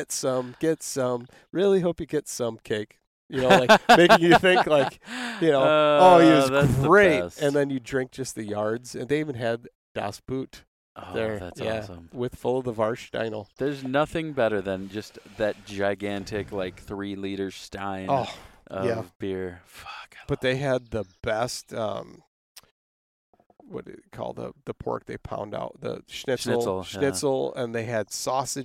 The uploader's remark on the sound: We sat in a park at a picnic table.